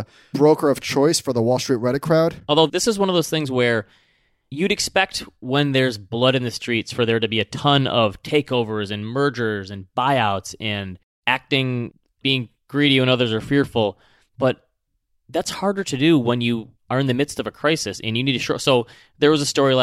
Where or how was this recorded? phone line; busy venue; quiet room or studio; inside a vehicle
quiet room or studio